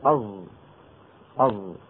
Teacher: أو هذا الصوت بالفصيح اسمه الصاد المشمت زايا، يعني صوت الصاد يشمونه صوت الزاي، بمعنى يخلطون صوت الزاي مع صوت الصاد فيتولد هذا الصوت.